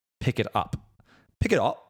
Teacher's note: You don't hear the T. The T becomes a glottal, so it's T glottalization.